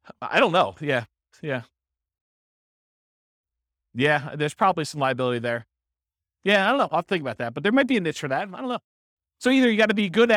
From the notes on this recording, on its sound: This was a live class recorded